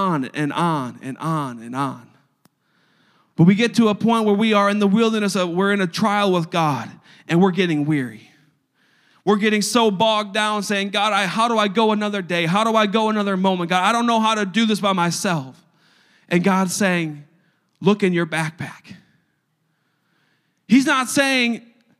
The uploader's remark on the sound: A service recording from Connect Point UPC.